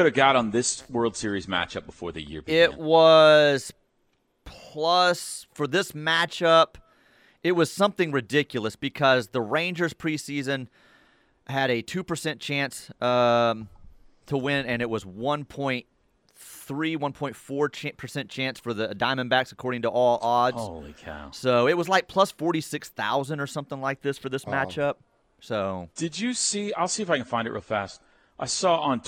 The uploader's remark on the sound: LIVE FROM BROWN OHAVER